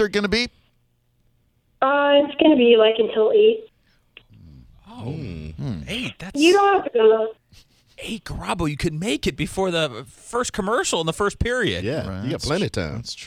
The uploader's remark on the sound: We called to get his thoughts on it!